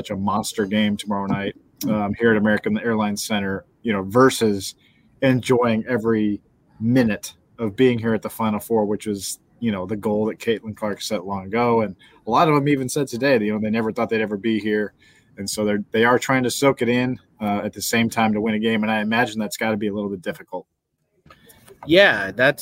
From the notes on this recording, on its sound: Live from Dallas. Live from American Airlines Center in Dallas.